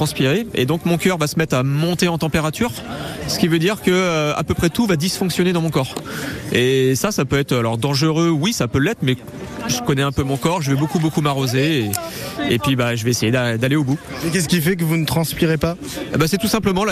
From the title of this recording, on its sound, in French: En direct de Saint-Dizier, au village départ du 10ème Marathon du Lac du Der